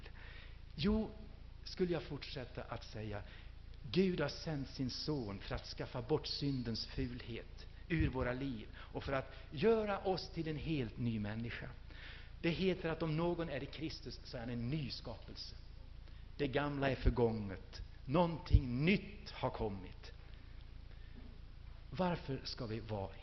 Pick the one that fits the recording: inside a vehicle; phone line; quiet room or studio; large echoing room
large echoing room